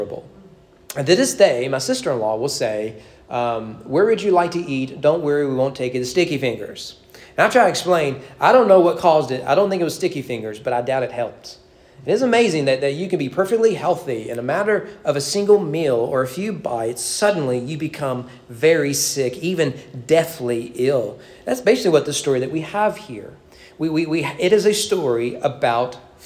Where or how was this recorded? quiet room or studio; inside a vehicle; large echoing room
large echoing room